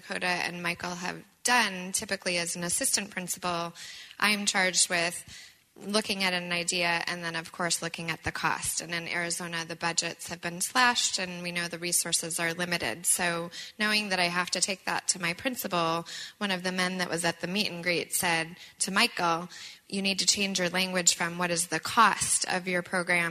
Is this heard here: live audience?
yes